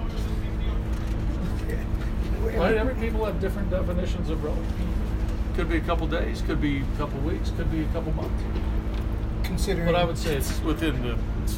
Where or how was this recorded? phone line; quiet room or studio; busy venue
busy venue